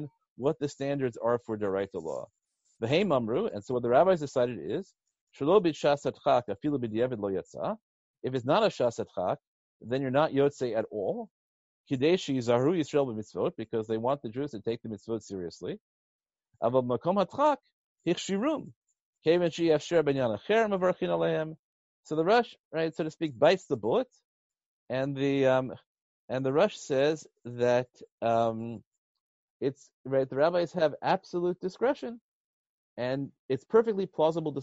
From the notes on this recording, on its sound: Given recently as a ZOOM video conference.